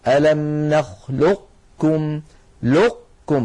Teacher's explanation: كما ذكرنا ويدغمها في الكاف إدغاما ناقصا، هكذا ألم نخلقكم لقكم، فيكون إغلاق المخرج على قاف ساكنة من غير قلقلة ويكون الفتح على كاف متحركة